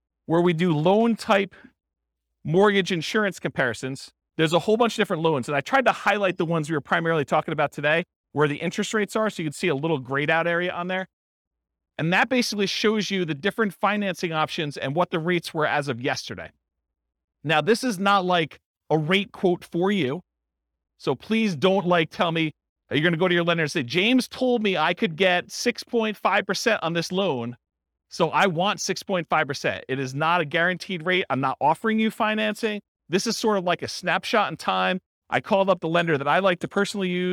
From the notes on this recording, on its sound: This was a live class recorded